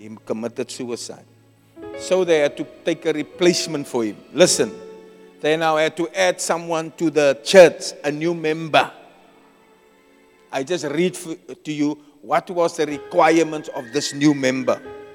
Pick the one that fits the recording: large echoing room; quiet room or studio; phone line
large echoing room